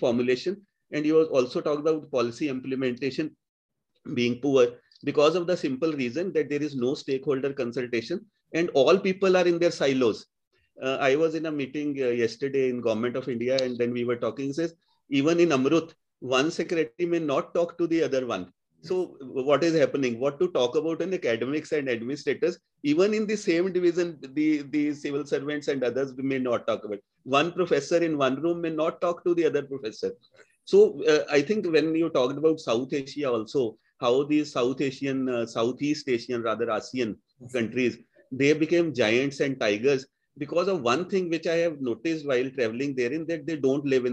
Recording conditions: video call